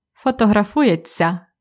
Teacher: When we pronounce it fast, we have really just ся at the end.